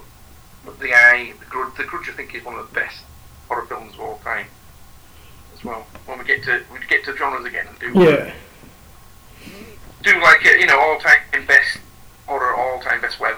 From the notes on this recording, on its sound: I'm sorry about the dreadful mics. We couldn't get everything together in time, but we have learned.